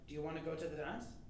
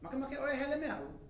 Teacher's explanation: And it ends with a rise, because it's a question. However, in Hawaiian, there's a major drop at the end, with only a tiny tail of a rise. · Shown in: second take · It's mostly a drop. · Term: Le'ahi